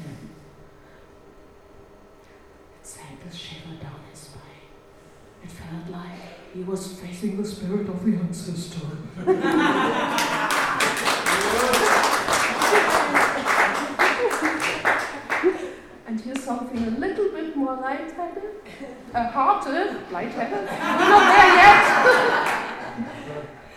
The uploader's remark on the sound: Today's mini-episode is another recording made at the very successful book launch of Tales from the East Marsh by our very own East Marsh Writers Group, Quills.